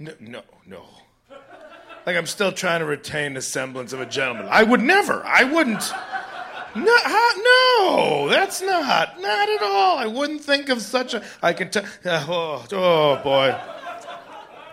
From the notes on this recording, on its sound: Live at Bridgetown Comedy Festival